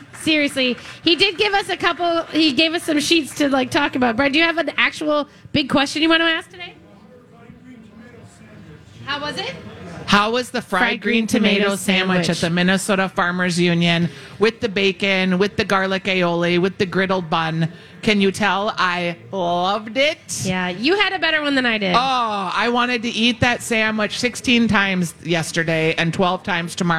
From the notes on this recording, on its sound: LIVE from the Minnesota State Fair!